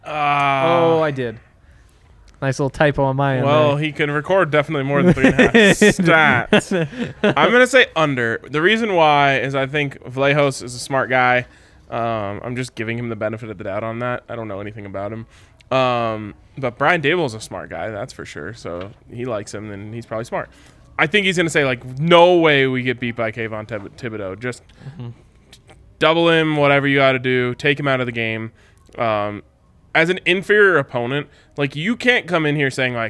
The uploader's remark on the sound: come to you LIVE from the DNVR Bar